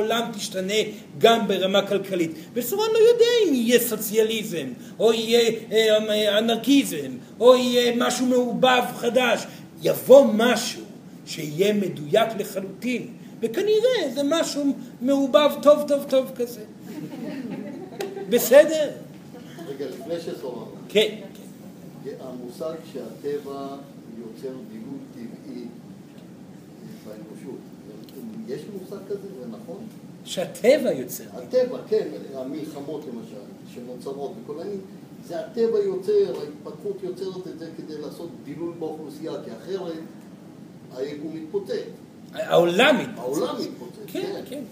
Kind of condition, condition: setting, live audience